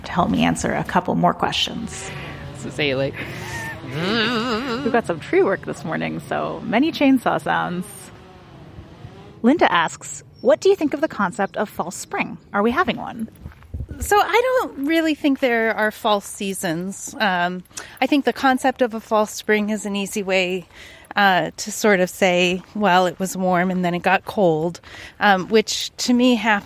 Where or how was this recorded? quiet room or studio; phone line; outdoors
outdoors